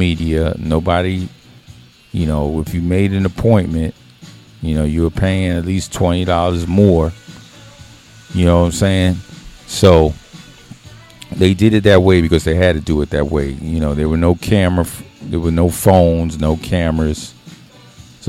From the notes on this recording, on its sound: Friday at the barbershop-(Dre & Craig’s VIP Cuts). Chops it up live from Dre & Craig’s VIP Cuts-McDonough, Ga.